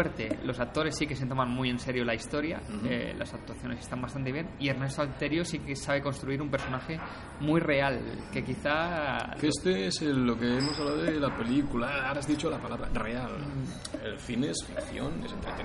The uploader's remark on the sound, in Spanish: Sitges Film Festival. Tendréis que disculpar el sonido de ambiente, ya que grabamos en riguroso post-pase, sentados en uno de los bares de Sitges.